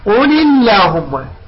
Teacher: قل اللهم، قل اللهم، لا نقول قل اللهم الله، لا، قل اللهم، قل مكسورة، اللهم نرققها لأنه قبلها مكسور. زين، نقول أما إن سبق لفظ الجلالة بكسرة فتبقى اللام على أصلها من الترقيق.